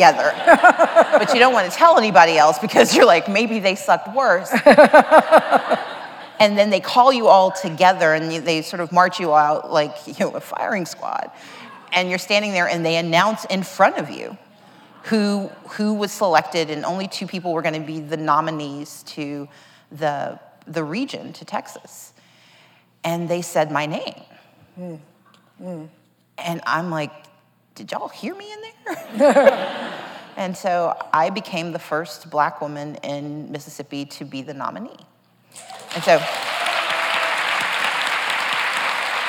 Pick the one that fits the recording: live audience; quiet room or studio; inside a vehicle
live audience